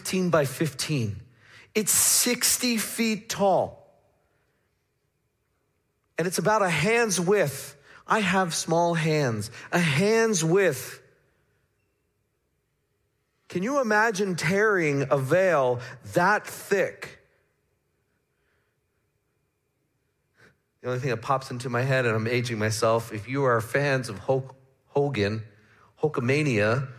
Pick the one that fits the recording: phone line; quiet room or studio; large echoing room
large echoing room